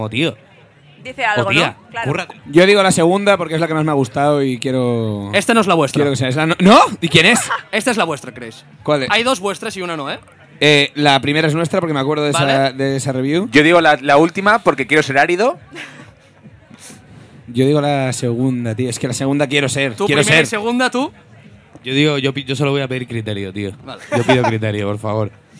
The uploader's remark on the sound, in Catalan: Aquest dissabte vam fer un programa al Festival Embassa’t de Sabadell, un festival d’aquests ben xulos i alternatius. L'àudio està així així que hi havia una mica de soroll.